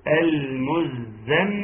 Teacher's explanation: والميم حرف اغن يغني بمقدار حركتين · Term: الميم المشدده